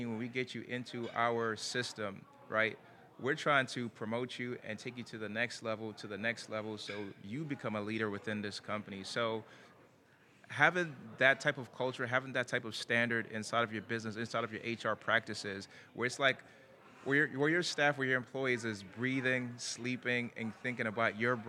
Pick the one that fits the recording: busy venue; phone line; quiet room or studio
busy venue